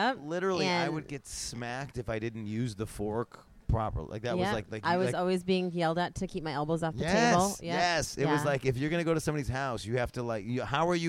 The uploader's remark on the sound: talk during Exxxotica in New Jersey